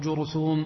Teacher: جرثوم بضم الجيم والثاء المثلثة وإسكان الراء بينهما